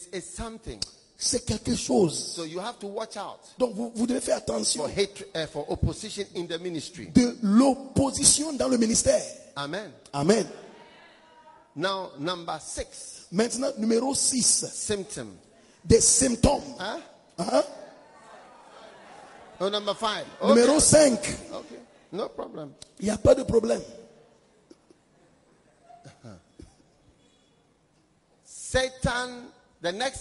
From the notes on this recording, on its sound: Preached at the day 1 of the Healing Jesus Campaign Pastors Conference in September 2023, Pointe-Noire, Congo Brazzaville.